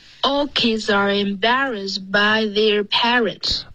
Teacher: All 结尾的 L 的音，舌尖要顶着上颚，不能发 O.